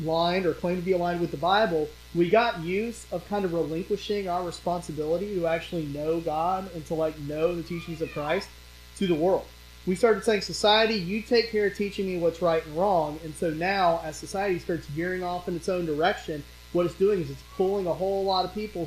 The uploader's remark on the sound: During this sermon, the pastor's mic was muted from recording so the audio was salvaged from other microphones on the stage. As a result, the quality is very low.